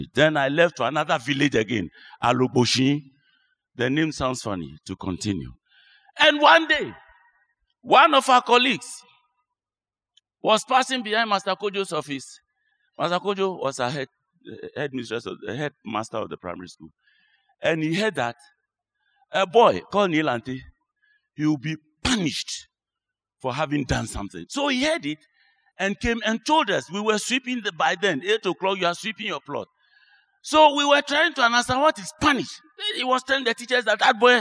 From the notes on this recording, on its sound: Sermon preached at CBC Shiashie Campus